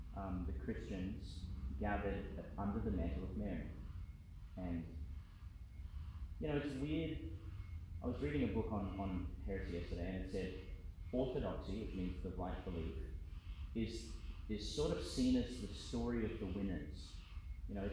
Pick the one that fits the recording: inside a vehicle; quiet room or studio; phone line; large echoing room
large echoing room